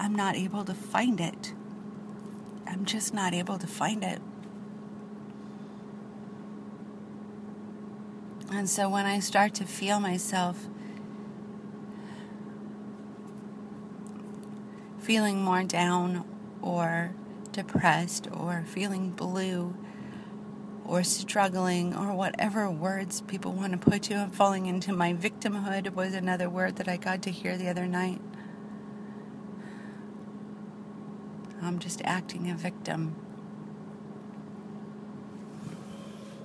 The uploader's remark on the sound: I drive around and record while visit Penryn.